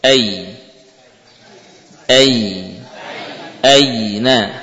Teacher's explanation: Jadi lidah naikkan bagian tengahnya ya, sehingga ya kembali kepada makhraj asalnya ya, yaitu wasatul lisan · huruf ya betul-betul dibaca dari makhraj lidah ya, tepatnya adalah tengah-tengah lidah. · Term: bacaan lin